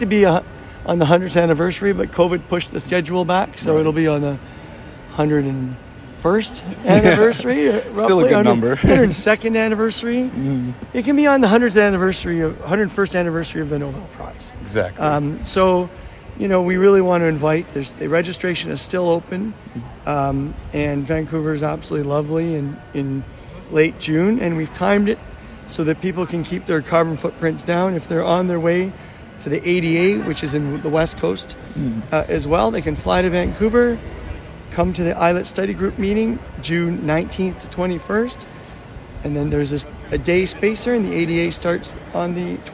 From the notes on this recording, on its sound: Check out “Heard on the Street” recorded during IDS Paris 2023.